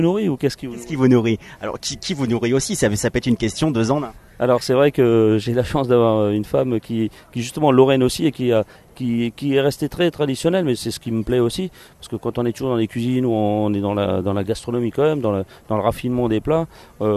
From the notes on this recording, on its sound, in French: Une interview pendant le festival de Cannes 2015. Dans le micro du Le Fashion Post.